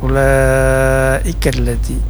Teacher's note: ini namanya mad wajib mutasil panjangnya 5 sampai 6 harakat